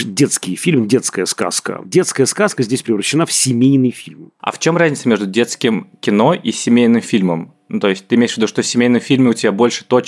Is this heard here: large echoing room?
no